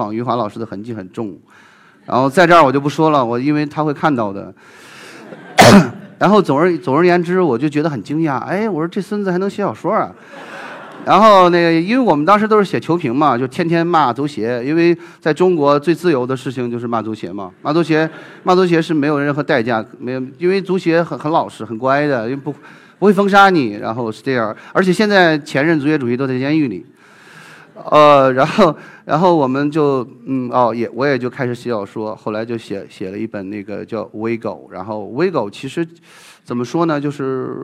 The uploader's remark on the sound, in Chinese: 一席现场